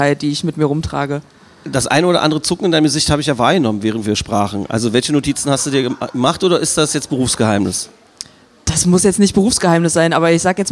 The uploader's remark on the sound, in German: Im MAGDEpodcast Spezial - live vom Advent im Ravelin.